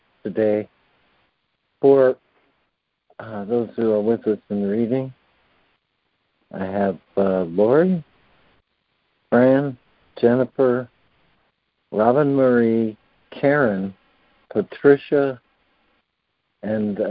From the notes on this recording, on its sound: ACIM Daily Conference Call